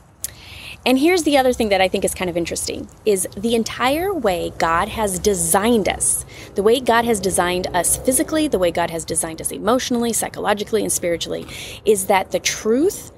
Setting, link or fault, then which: setting, outdoors